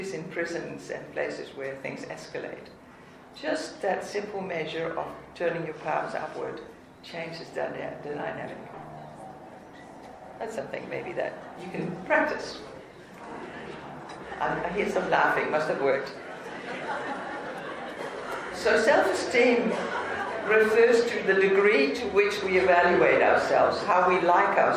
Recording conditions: background noise